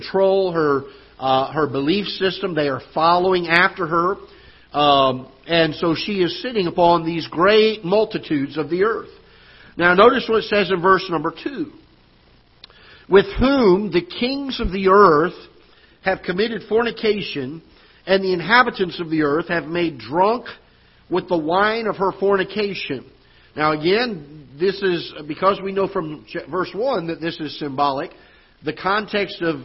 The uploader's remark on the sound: Ketha Heights Baptist Church ~ Live Broadcast